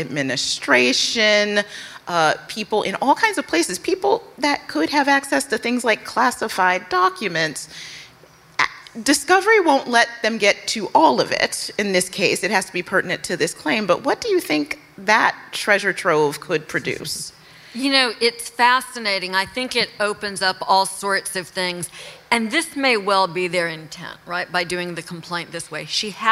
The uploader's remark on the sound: Are live in New York City.